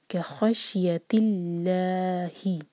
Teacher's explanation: کیا خشیت اللہ، اللہ تعالیٰ کے نام سے پہلے جو ورڈ ہے کیا خشیتی، اس پر کسرہ ہے لاسٹ لیٹر پر، تو لام جلالہ یہاں پر لائٹ ہوگا اور لا دو حرکہ کھینچیں گے